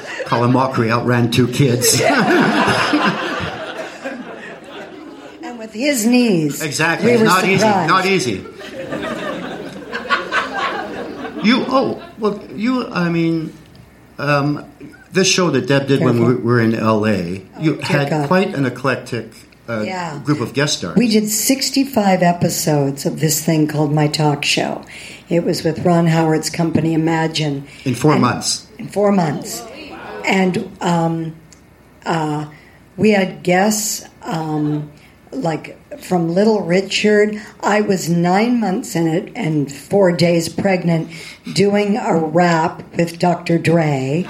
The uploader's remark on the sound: LIVE SHOW RECORDING. My first ever live show!!